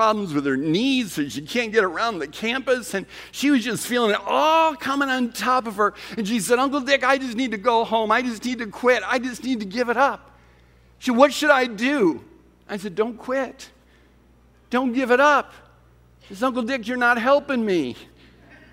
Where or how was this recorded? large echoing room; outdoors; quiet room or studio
large echoing room